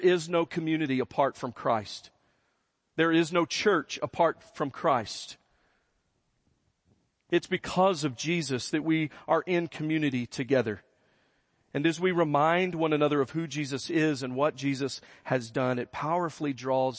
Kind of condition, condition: setting, large echoing room